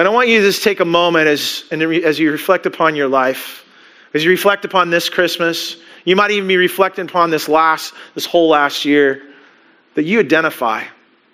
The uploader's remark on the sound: Christmas Eve Service (Audio)